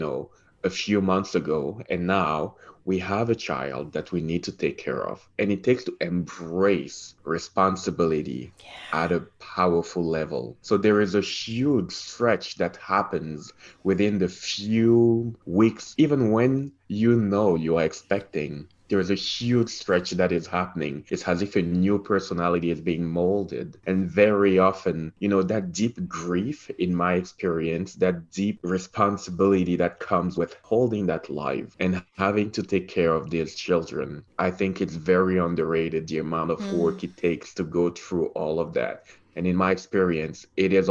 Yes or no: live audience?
no